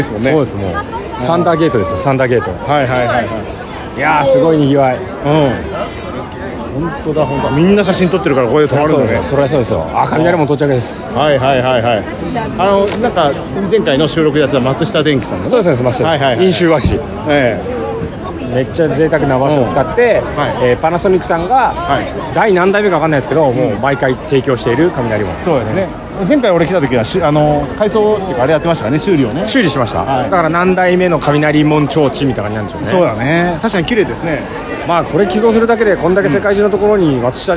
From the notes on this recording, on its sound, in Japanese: 上野浅草浜離宮 ロケ収録。100回SPの第4弾は、ロケ収録のまとめ。